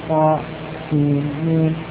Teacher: والوجه الثاني من الإظهار هو أن تقطع الحروف فتسكت عند كل حرف منها، فتظهر النون عند ذلك